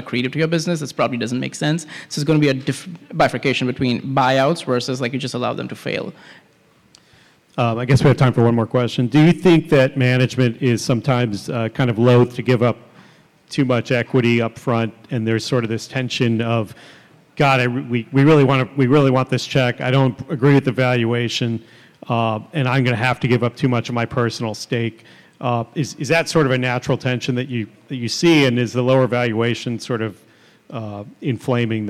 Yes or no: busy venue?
yes